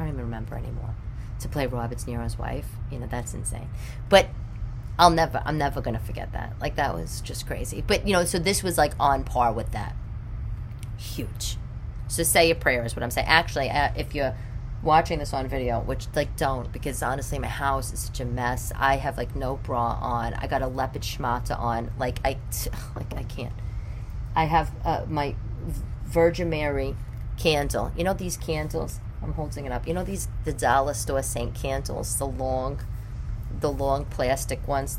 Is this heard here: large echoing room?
no